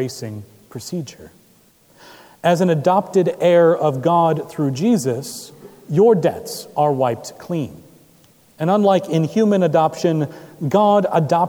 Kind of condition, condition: setting, large echoing room